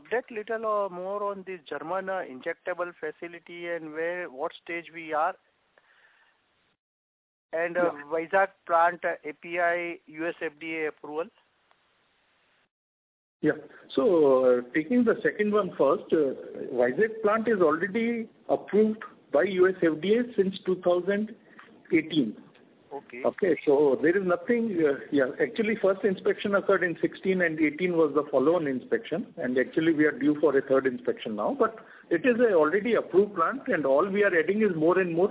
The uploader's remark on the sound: Results discussion/conference call. Q&A starts at 14:55.